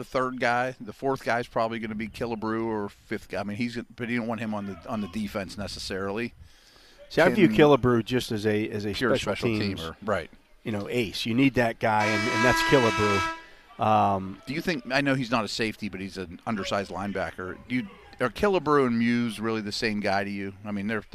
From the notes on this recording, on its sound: SNR The Drive live from Steelers' Mini Camp Day 2. Broadcast live from the UPMC Rooney Sports Complex during day two of Steelers' Mini Camp.